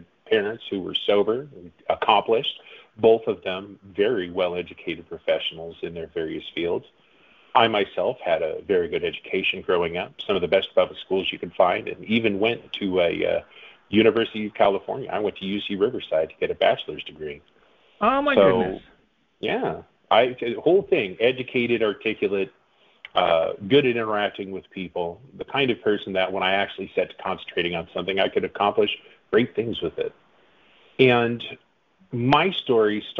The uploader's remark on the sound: The audio is a bit muddy because it was a phone